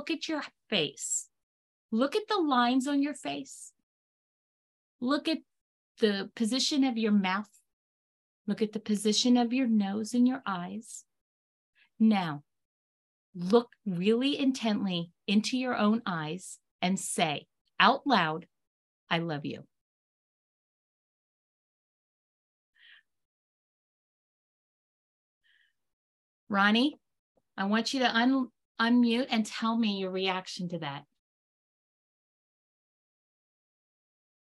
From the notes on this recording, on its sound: This Pocket Cast is the audio version of a webinar called An Introduction to Dysgraphia. It is uncut.